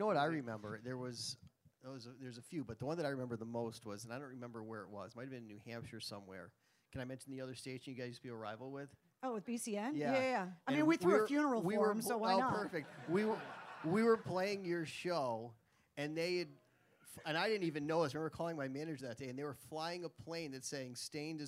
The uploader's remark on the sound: at Newbury Comics in Natick, during Vinyl For Vets, for a live a coustic set